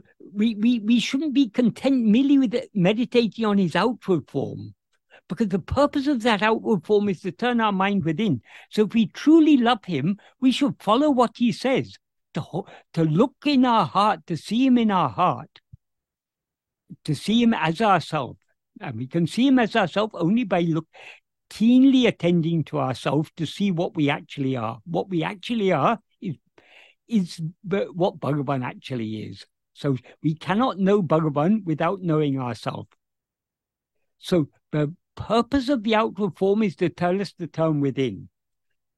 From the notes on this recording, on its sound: In a Zoom meeting with Sri Ramana Center, Houston, on 2nd September 2023